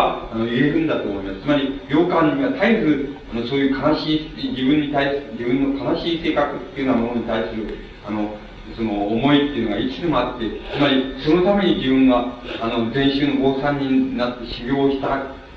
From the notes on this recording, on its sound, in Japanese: 埼玉県日高町武蔵台自治会。客席から録音されているため 録音者の手元でのノイズがある。テープが欠けているため、 講演の途中までしか収録されていない。